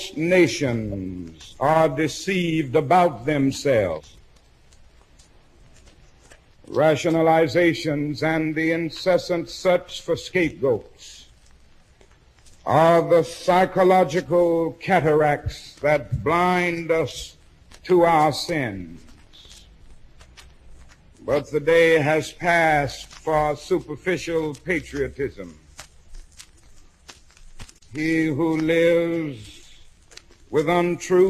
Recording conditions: large echoing room